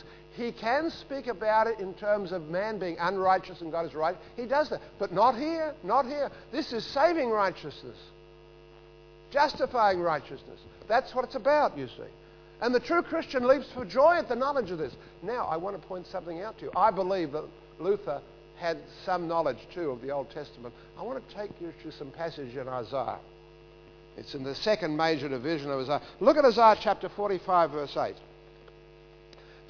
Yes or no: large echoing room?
yes